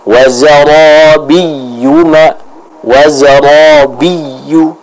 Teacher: Yang pertama adalah bagaimana kita membaca huruf ya yang bertasydid. Maka huruf ya yang bertasydid ini dibaca dengan apa? Dengan an-nabr, yaitu adanya tekanan pada suara kita